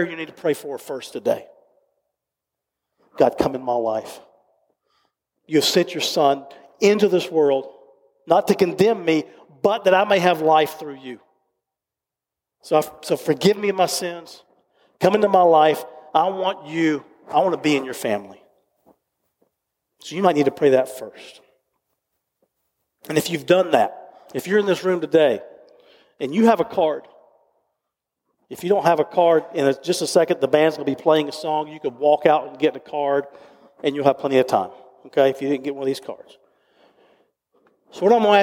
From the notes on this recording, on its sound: recorded live at Covenant